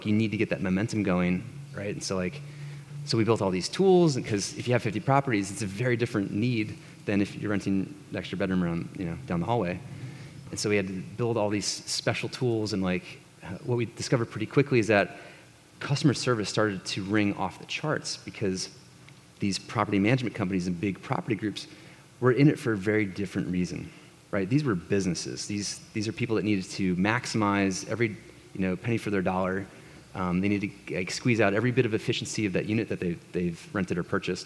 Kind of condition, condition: setting, busy venue